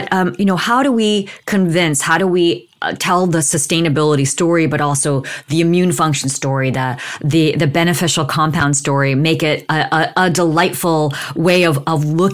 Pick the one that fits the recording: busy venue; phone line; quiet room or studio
quiet room or studio